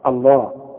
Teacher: إنما اللفظ الجلالة، اللام بتاعة اللفظ الجلالة تفخم